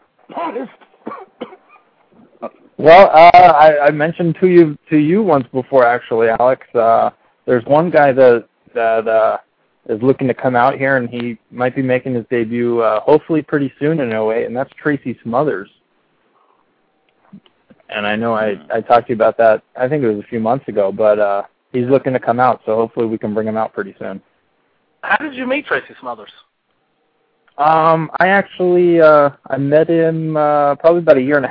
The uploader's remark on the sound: a very special "call in" guest